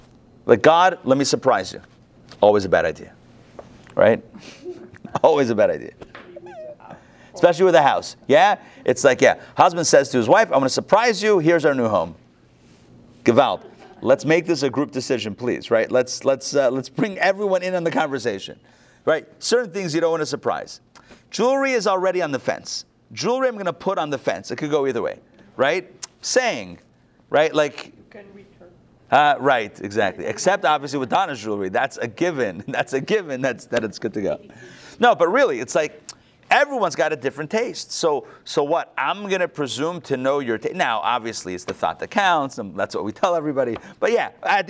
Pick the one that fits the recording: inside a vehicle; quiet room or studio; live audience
live audience